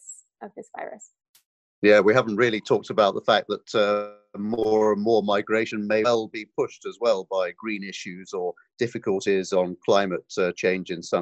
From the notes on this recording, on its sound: Were joined on Zoom by our Chief Economist.